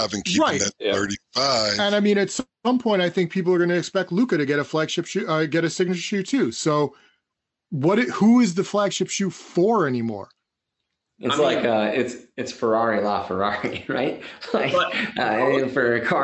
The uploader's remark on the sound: Recorded on Riverside.